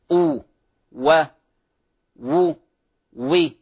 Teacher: وتخرج الواو بانضمام الشفتين إلى الأمام وإبقاء فرجة في الوسط مع ارتفاع أقصى اللسان · Term: مخرج الواو